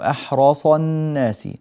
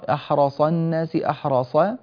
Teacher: الراء هنا في كلمة أحرص راء مفخمة، والصاد كذلك صاد مفخمة · Shown in: first take · فالانطلاق من راء إلى صاد مفخمة مباشرة دون أن يكون